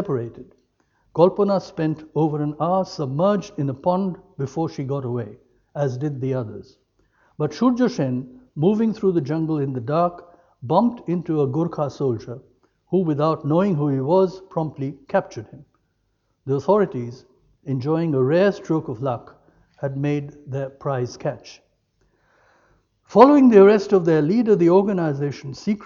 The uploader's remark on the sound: lecture as part of UCD's 1916 as a Global Event series of lectures